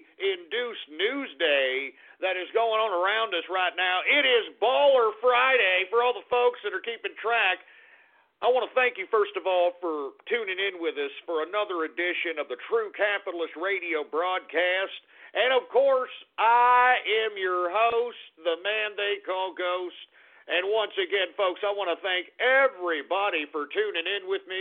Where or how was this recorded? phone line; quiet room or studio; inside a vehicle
phone line